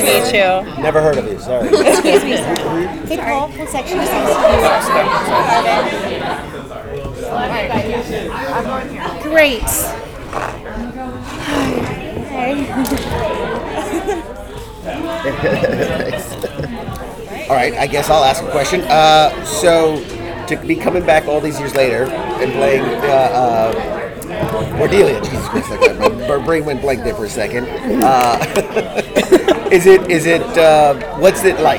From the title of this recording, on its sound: Audio Interviews From NYCC